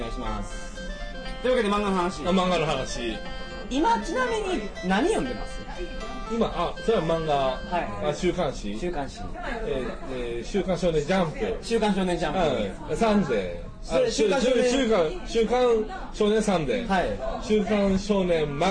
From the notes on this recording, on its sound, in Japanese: やかましい居酒屋で録りました。声張ってます。